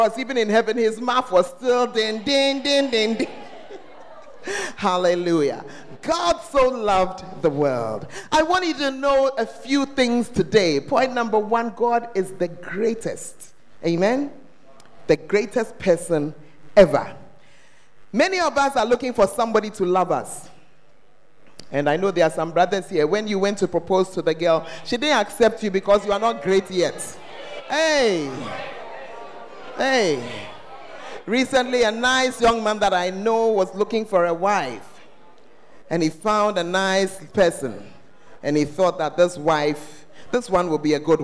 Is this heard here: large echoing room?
yes